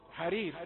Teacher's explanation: أي الراء الأولى مكسورة، الثانية موقوف عليها برضو مرققة